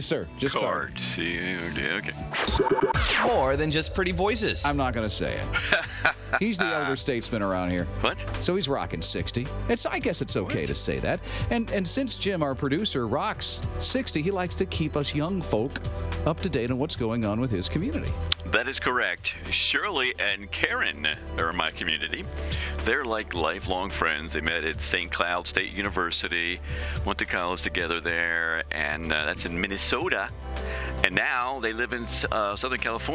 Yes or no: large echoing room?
no